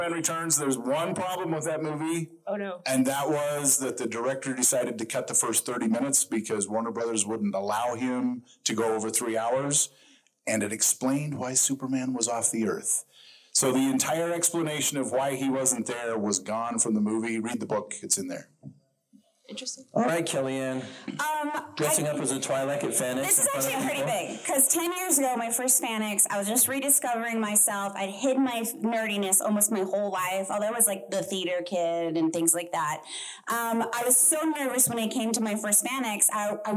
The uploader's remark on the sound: Recorded Live at FanX 2023, complete with sound issues and audience participation.